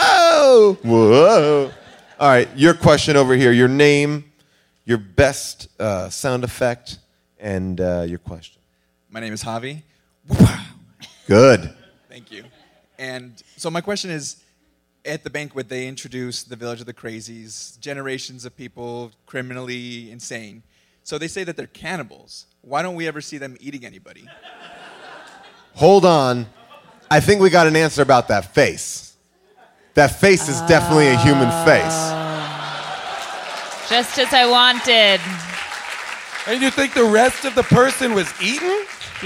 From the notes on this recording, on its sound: Recorded live at Largo in Los Angeles